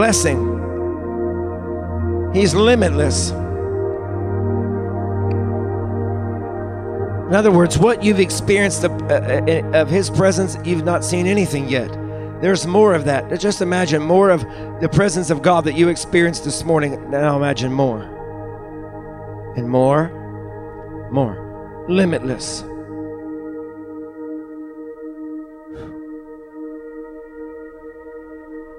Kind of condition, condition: setting, large echoing room